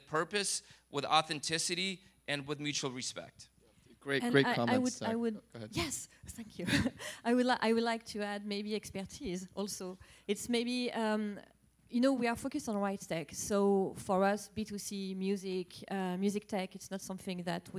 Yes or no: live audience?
yes